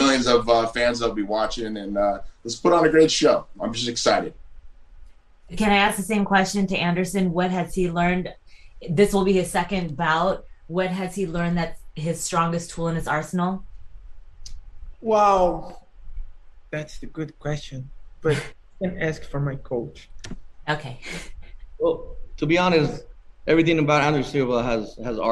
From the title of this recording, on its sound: VIRTUAL PRESS CONFERENCE